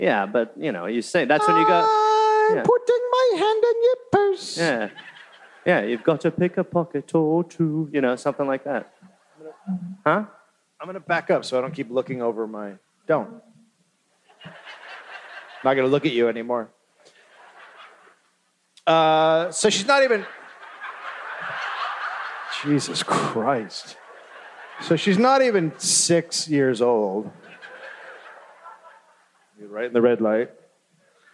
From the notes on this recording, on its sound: live in Detroit